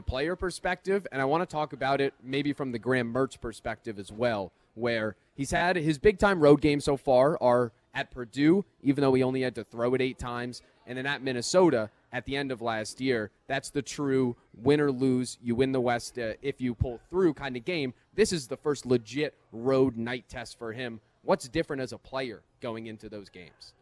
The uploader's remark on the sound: live from Monk's Bar and Grill in Sun Praire